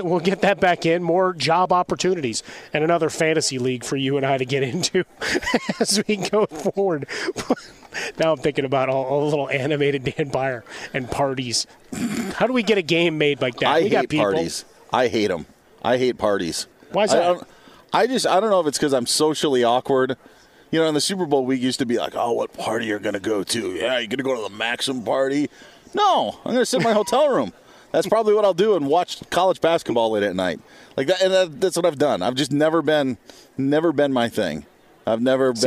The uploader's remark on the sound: Straight from Radio Row at the Los Angeles Convention Center ahead of Super Bowl 56! The guys bring you in to the sights and sounds of Radio Row.